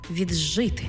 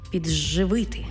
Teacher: «Ди» плюс «жи» утворюється звук «дж».